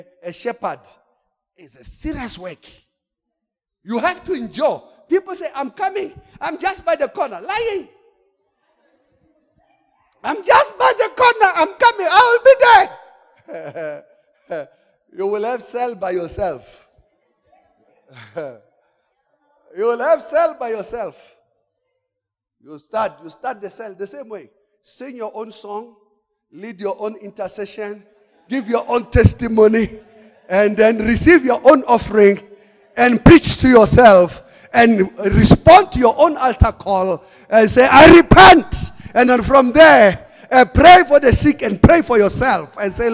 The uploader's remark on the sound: Service: The Gathering. Campus: Arcadia. Message preached during The Gathering of Branches in Arcadia.